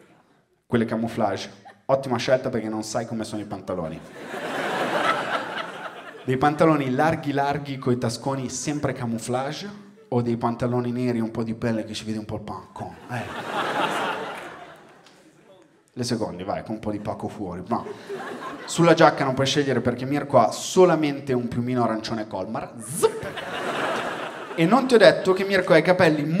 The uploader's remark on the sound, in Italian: Registrato a Firenze al Teatro Puccini.